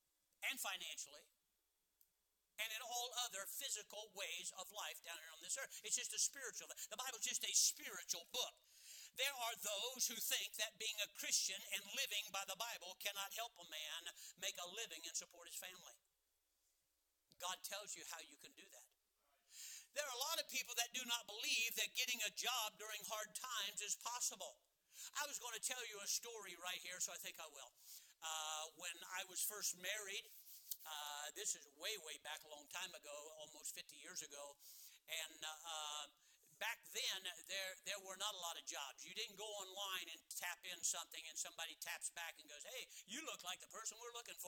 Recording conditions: large echoing room